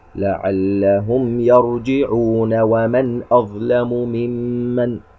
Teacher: يعني نصل هكذا: لعلهم يرجعون ومن أظلم ممن. يرجعون هكذا مد طبيعي بمقدار حركتين، لكن إذا ما وقفنا على هذه الكلمة ستسكن النون التي كانت متحركة بالفتحة، ستسكن لأجل الوقف، وهذا السكون عارض أي تأتى بسبب الوقف.